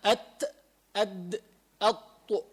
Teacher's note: أما الطاء فالطاء تكون مفخمة، ولكن هالثلاث حروف تخرج طرف اللسان مع أصول عليا الثنايا